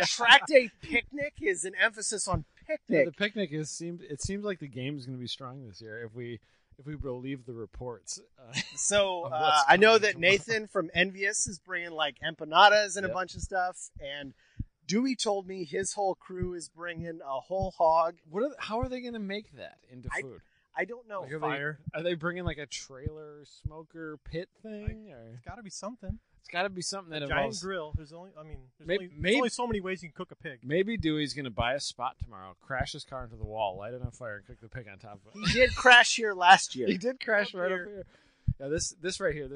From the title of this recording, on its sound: Walking the track at Blackhawk